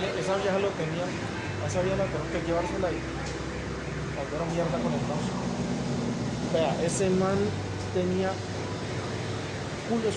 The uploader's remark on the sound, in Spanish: perdonará por el ruido